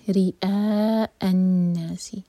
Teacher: مد متصل تو چار حرکہ لمبا کریں گے ریا الناس انشاءاللہ دونوں حمزہ کٹ آف ساؤنڈ کے ساتھ ولا